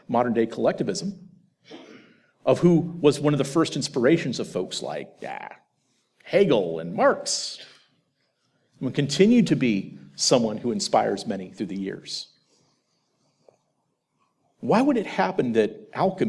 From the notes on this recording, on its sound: presentation from The Theology of Marxism Conference